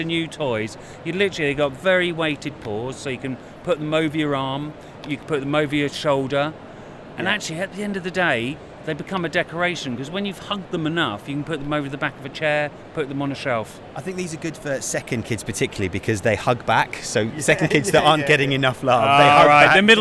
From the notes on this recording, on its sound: Live from the London Toy Fair. Recorded themselves while they did it.